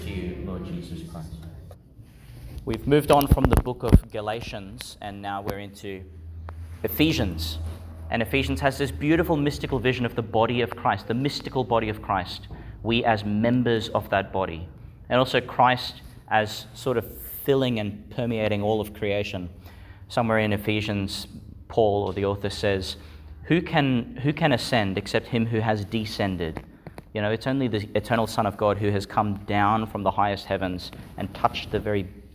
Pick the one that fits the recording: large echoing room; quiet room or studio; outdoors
large echoing room